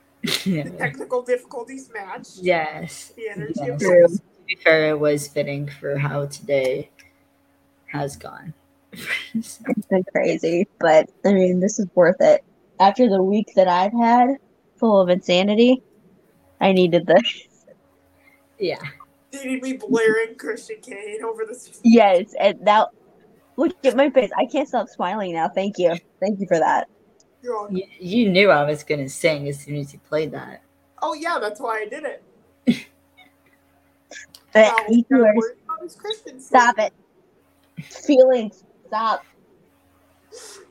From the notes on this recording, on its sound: Fair warning this episode has a lot of technical issues cause that's just how the day went.